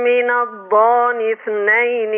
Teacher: ان حضرتك ابدلت الهمزه وقلت الضان وهذه الهمزه لا تبدل لورش ليه عشان